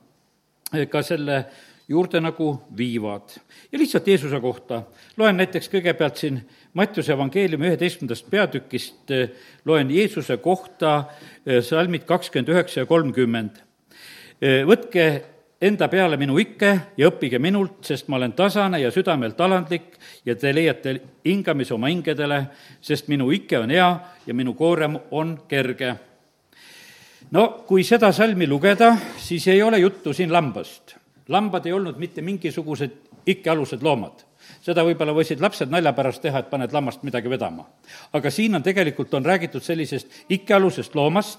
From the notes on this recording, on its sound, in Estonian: Audio salvestus koosolekult